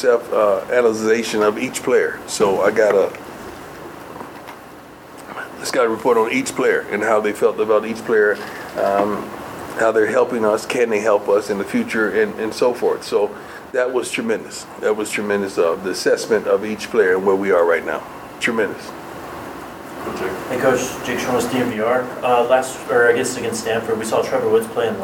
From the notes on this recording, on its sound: comments to the media during his weekly press conference in the Champions Center